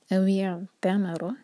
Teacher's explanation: عین ساکن کے بعد تا تو تا پر زور اور عین کو انف ٹائم دیں کہ ورنہ جلدی پڑھیں گے تو عین پر جھٹکا آ جاتا